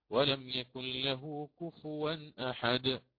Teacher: فالإمام حفص في كلمة سنبدأ الآن مع التحقيق، في كلمة كفؤا في سورة الإخلاص يقرأ الإمام حفص ولم يكن له كفوا أحد، فيقرأ بواو خالصة منونة